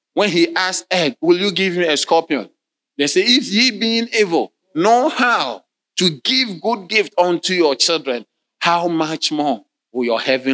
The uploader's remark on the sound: Sermon delivered on Sunday, November 26, 2023, at LCI Mega-Church in Cape Town, South Africa.